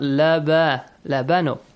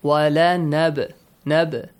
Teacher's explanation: So, when we have the ba sakin, the rule, قَلْقَلَ is applied. A bouncing or an echoing sound is produced. · Shown in: second take